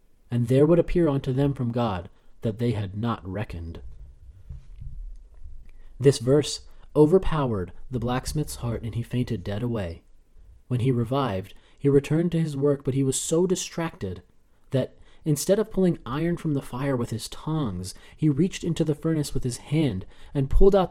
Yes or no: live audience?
no